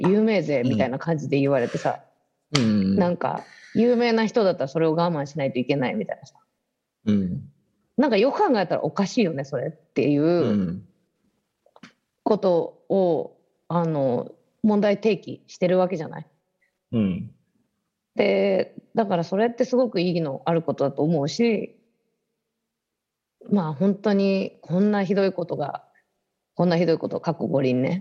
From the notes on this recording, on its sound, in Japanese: 本編は2021年7月16日に「Zoom」を使用し収録しています。